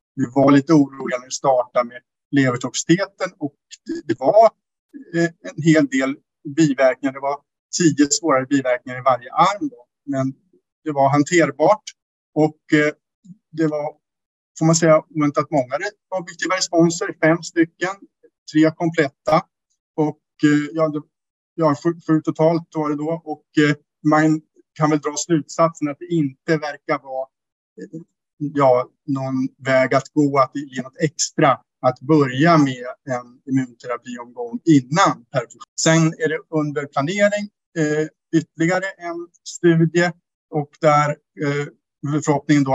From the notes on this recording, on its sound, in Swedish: Ljudinspelningen från SOF:s webbinarium.